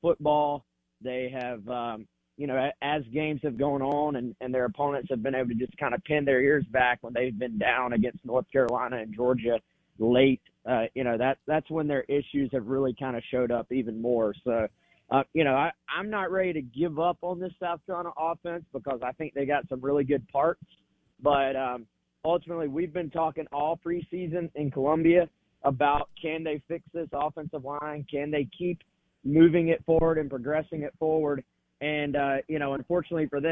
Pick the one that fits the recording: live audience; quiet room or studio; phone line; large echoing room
phone line